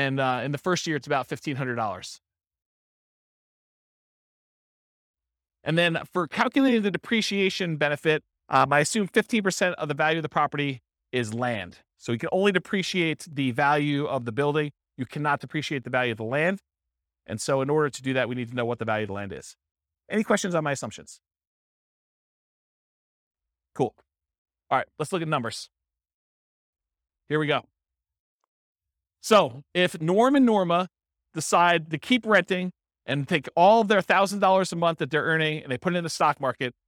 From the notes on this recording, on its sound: This was a live class recorded